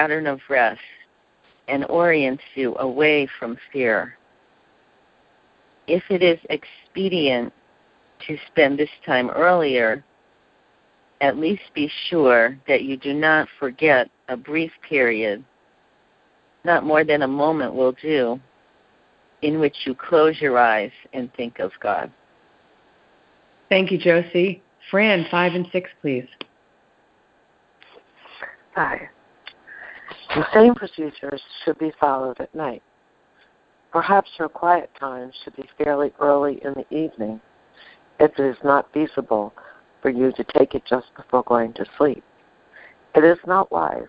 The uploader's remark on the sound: ACIM Daily TEXT Conference Call